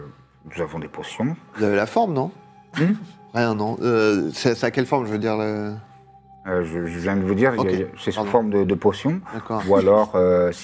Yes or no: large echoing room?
no